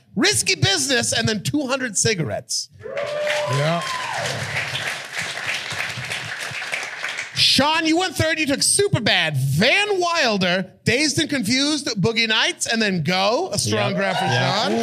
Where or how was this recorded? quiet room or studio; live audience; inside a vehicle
live audience